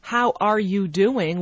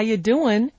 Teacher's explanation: So how you doing? The word R disappeared altogether. The U changed to ya. And on the word doing, the G dropped. · Shown in: second take